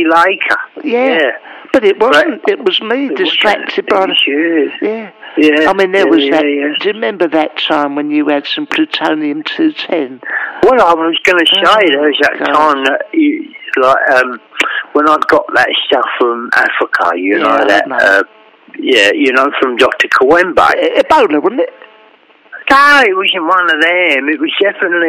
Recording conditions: phone line